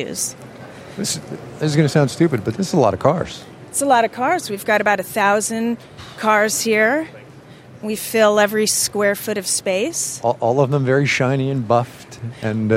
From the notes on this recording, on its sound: She talked with us from the show floor.